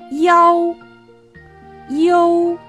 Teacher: 那么我们中间的啊和欧音要发得相对重一点儿，而它的韵头和韵尾要发得短而轻 · Term: 中响的三合复韵母